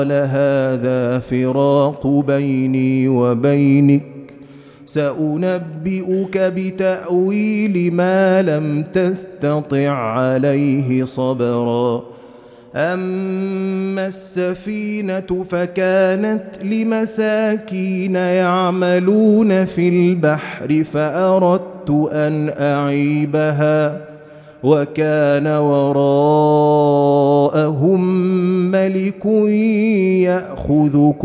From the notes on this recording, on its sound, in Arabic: مسجل من صلاة التراويح بمسجد السلام بحي مشرفة بجدة